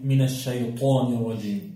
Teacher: الطاء دي من أقوى حروف اللغة وجاء بعدها الألف فهي في أعلى درجات التفخيم في المرتبة الأولى، بتقول ليه الشيطان مش الشيطان، ها هذا هو المعنى.